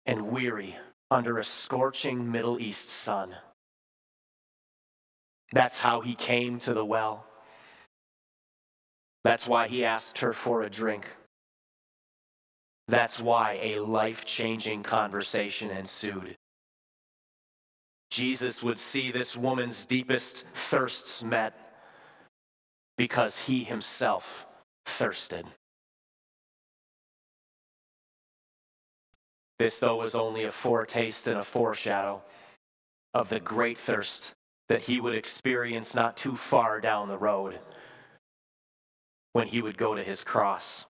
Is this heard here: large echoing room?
yes